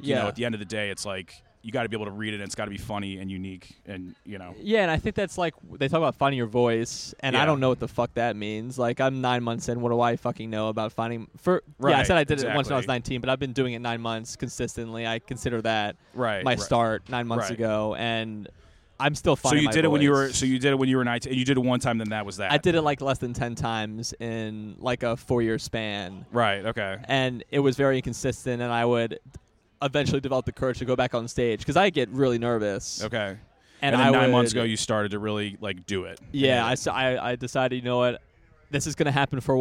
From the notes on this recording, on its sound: Was recorded outside the comedy open mic at Fells Point Tavern.